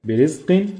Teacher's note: الراء هنا مرققة عشان مكسورة